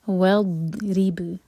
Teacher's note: ضاد ساکن پر جھٹکا نہ ہو، زبان کے سائڈ سے پڑھیں گے. والضرب، را کے نیچے کسرہ تو باریک، اور با پر قلقلہ.